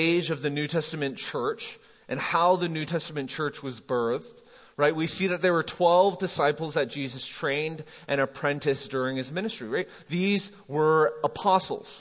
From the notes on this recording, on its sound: MJ campus. Recorded live at The Fellowship at Mt Juliet on January 20, 2019.